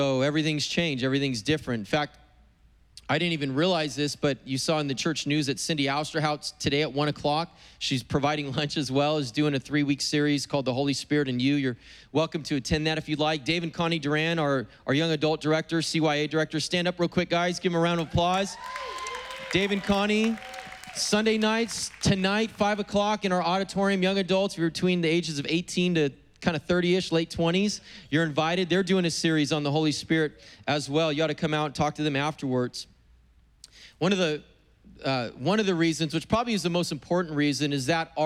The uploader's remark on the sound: preached on April 18th at the 11:30AM service